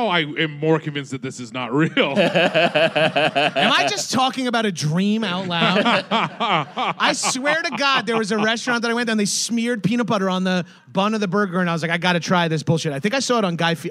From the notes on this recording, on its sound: Recorded live at Stand Up Live in Phoenix 4/28/22.